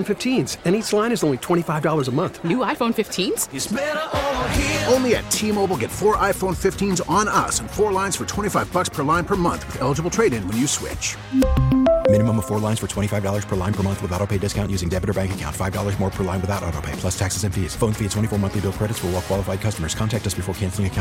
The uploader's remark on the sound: Calls in from Spring training. Live from spring training.